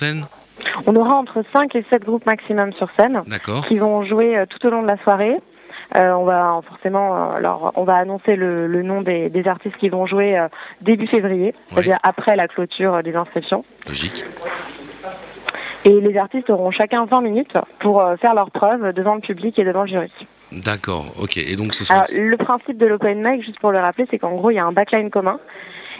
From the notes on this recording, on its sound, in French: Au t&amp;eacute;l&amp;eacute;phone, pour en parler! Au t&eacute;l&eacute;phone, pour en parler!